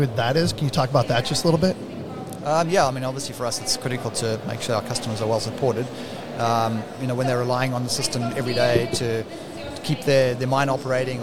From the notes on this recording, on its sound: Day 1 of INTERGEO 2023 "LIVE" from Berlin!